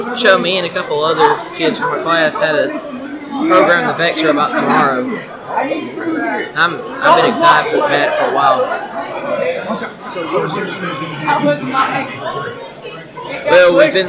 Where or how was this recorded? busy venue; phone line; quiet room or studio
busy venue